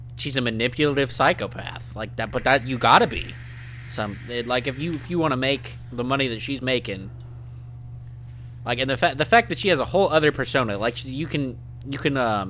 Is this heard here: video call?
no